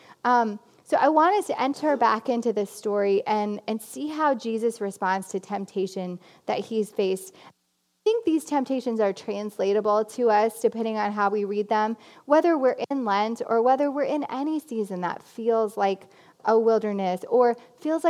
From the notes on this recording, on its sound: This Lenten message was preached at CityChurch in Iowa City on March 1, 2020.